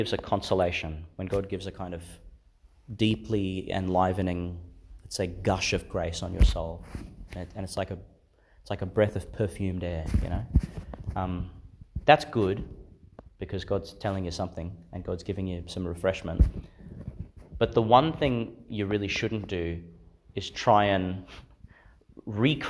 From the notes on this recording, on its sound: delivered in Sacred Heart Church, Theodore, Qld.